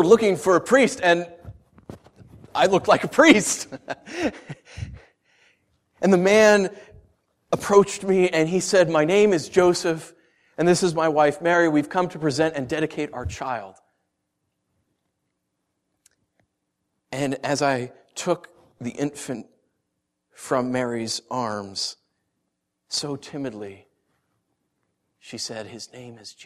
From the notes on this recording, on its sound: Originally preached December 21st & 22nd 2013 at The Orchard Church. Originally preached December 21st & 22nd 2013 at The Orchard Church.